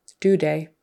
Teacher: she doesn't stick her tongue out for the TH birthday. It just becomes nothing, due day.